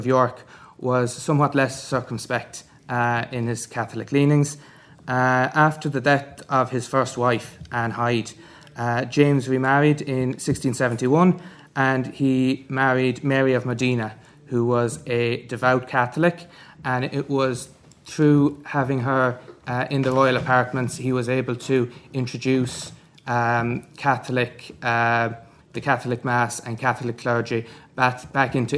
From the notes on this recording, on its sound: at the 2022 Tudor and Stuart Ireland Conference